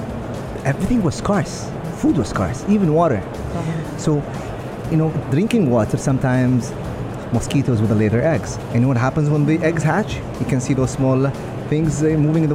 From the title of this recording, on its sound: Pulse Live at IGCF